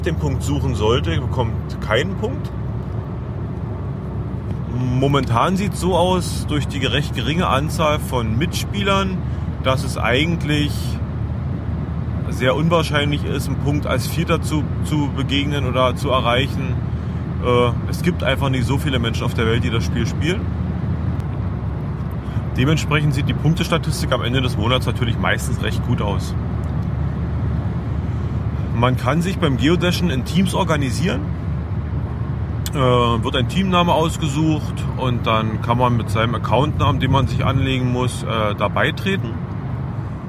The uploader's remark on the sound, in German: Aufgenommen im Auto, das hört man auch. Es kommt mehr auf den Inhalt an, als auf die (Ton)Qualität.